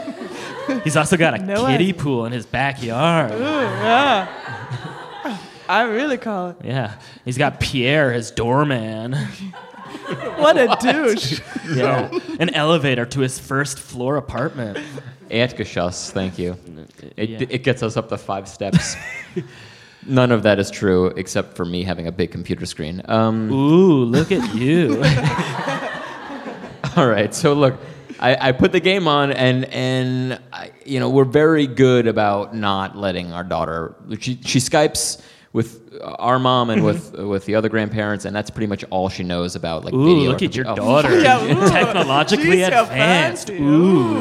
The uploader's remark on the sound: It's our first live show in a long while. Is recorded live at the Comedy Café Berlin in Berlin, Germany.